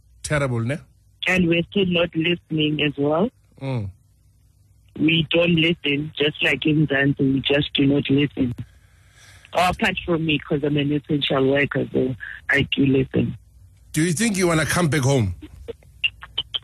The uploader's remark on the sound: Afropolitans also called in to talk about how serious they are taking the lockdown.